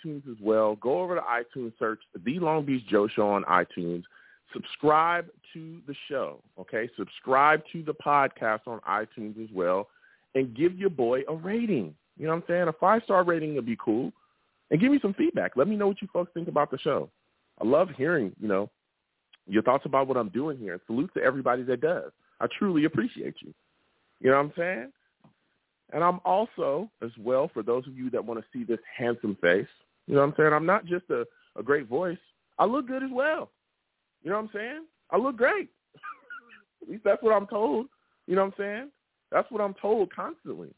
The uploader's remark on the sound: I also take live callers!